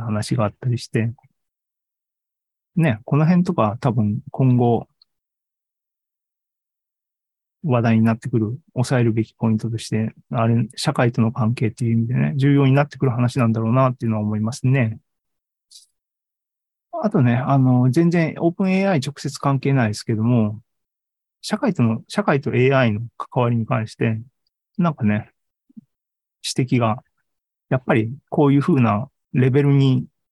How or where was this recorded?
video call